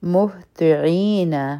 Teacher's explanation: عین به د حلق نه وایو او دوه حرکه به یې راکاږو